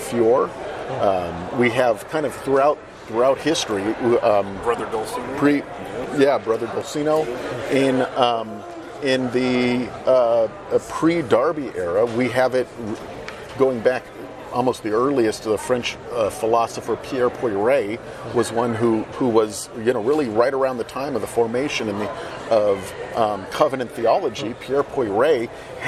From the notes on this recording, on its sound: join us live at the IFCA Convention